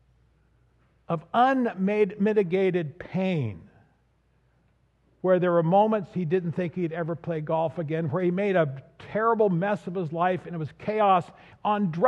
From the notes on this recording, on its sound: This audio is from the recording of the sermon at the 9:30am service on Easter Sunday.